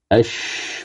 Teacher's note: ثم قال المصنف وفقه الله: التفشي لغة الانتشار والانبثاث، وقيل معناه الاتساع، تقول: تفشت القرحة إذا اتسعت. واصطلاحا انتشار الصوت في الفم عند النطق بحرف الشين فقط على الصحيح